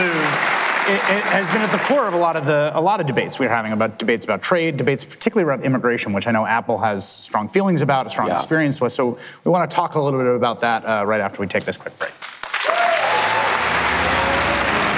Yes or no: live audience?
yes